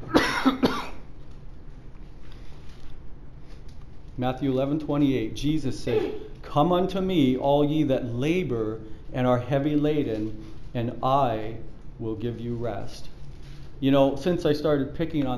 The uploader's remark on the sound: Preached at the Church at Brimley